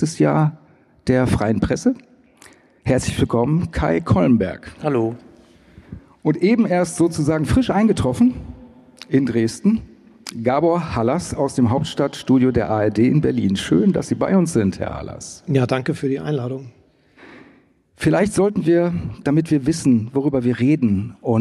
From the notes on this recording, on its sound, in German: Das befanden in der Dresdner Frauenkirche auf einer Podiumsdiskussion zum Thema "Die AfD und die Medien". Während der Debatte wurde die neue Folge des Podcasts "Debatte in Sachsen" aufgezeichnet.